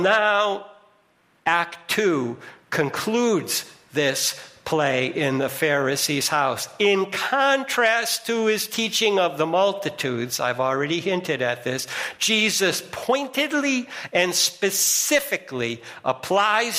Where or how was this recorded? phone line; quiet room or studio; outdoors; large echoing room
large echoing room